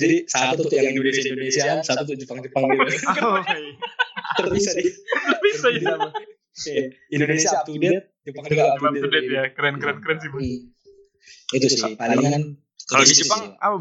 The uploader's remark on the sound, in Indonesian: mohon maaf untuk kualitas audio yang cukup buruk